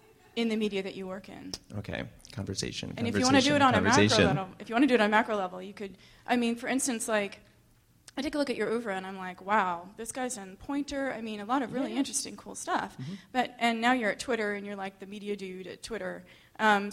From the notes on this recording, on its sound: Long Conversation was presented with a live performance